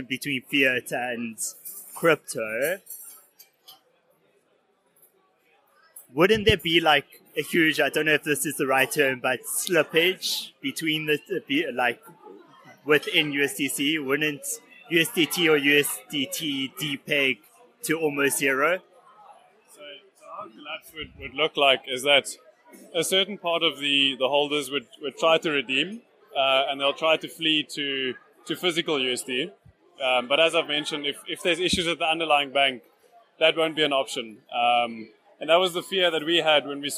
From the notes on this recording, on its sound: Recorded live at the March Bitcoin Cape Town meetup. Does a live Q&A with attendees of the meetup.